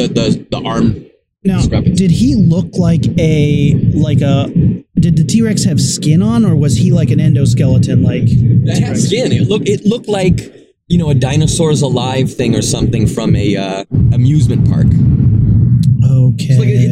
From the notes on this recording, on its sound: This episode was recorded in the car on the way back from Wondercon so deal.